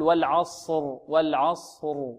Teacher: الصاد تخرج من طرف اللسان بينه وبين طرف الثنايا العليا والسفلى، وفيه إطباق وفيه استعلاء